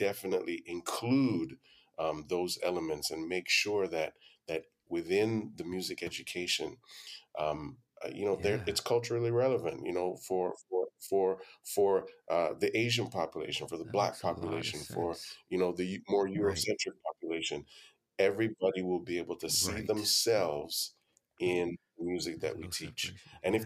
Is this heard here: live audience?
no